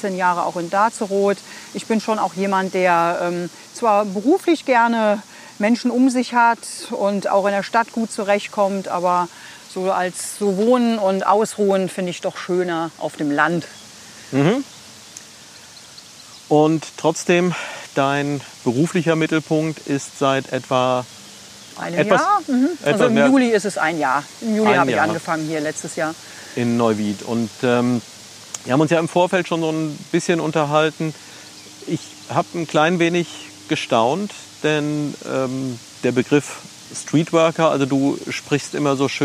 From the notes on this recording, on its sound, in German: Diesmal habe ich mich mit dem Podcast zum ersten mal nach draußen getraut: Die Aufnahme ist am Rheinufer entstanden. Diesmal habe ich mich mit dem Podcast zum ersten mal nach draußen getraut: Die Aufnahme ist am Rheinufer entstanden. Im Engerser Feld, am Ende der Panzerstraße.